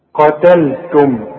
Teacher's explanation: أرجوك رقق اللام بتاعت قتلتم